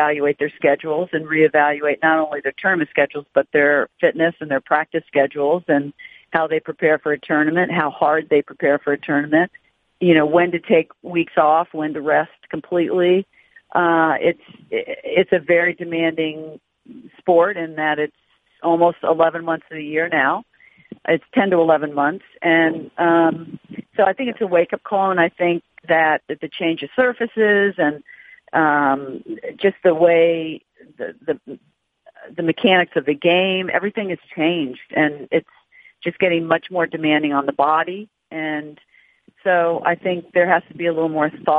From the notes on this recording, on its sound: Australian Open Conference Call